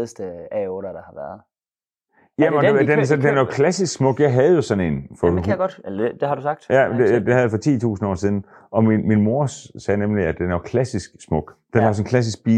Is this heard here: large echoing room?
no